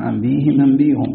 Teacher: واختلف أهل الأداء أيضا في تغيير حركة الهاء مع إبدال الهمزة ياء قبلها في قوله عز وجل أنبئهم نبئهم فكان بعضهم يرى كسرها من أجل الياء وكان آخرون يقرونها على ضمتها لأن الياء عارضة وهما صحيحان.